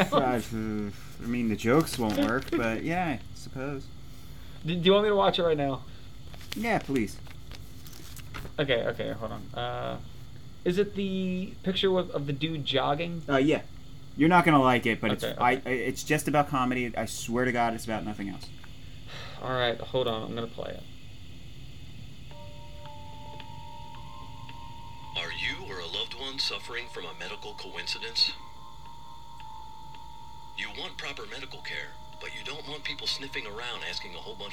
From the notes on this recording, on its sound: audio issues